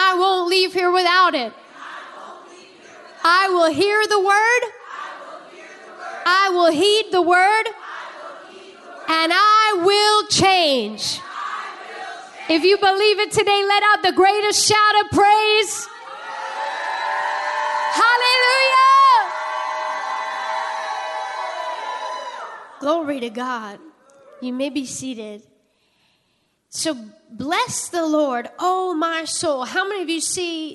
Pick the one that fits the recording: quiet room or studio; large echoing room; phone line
large echoing room